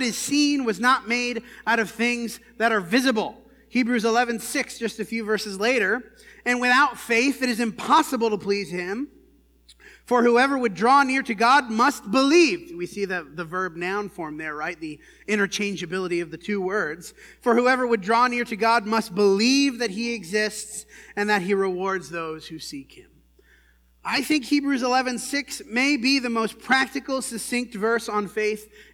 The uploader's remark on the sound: This sermon was preached at the Dewey Church of Christ